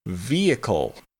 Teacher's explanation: Note the long E at the beginning, as well as the silent H.